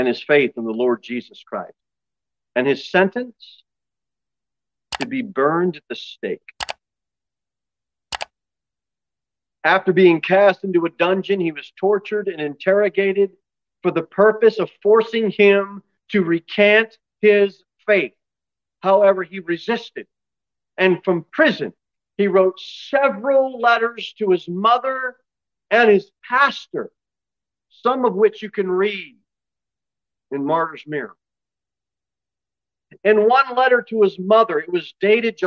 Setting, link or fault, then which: setting, large echoing room